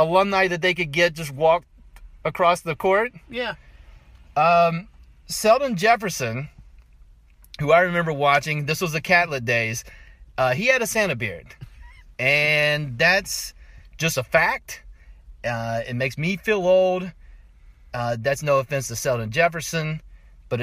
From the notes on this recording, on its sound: Joins me in my car. Live from Primanti Bros. in Morgantown, WV.